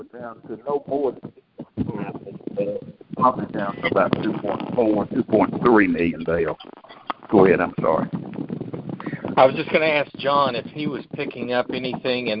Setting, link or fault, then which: link, phone line